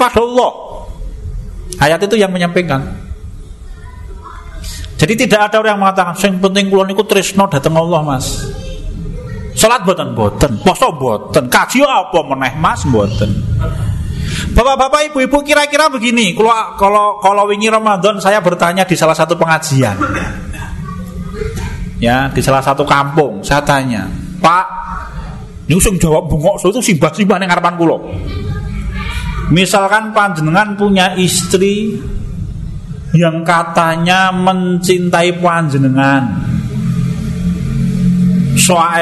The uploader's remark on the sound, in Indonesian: Di Masjid At Tahkim rutin pada hari Jumat selepas sholat magrib sampai dengan isya. Diselenggarakan oleh FKAM Yogyakarta.